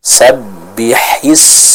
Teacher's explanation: ha-nya dijelaskan keluar dari tenggorokan bagian tengah. Sabbihisma, seperti itu.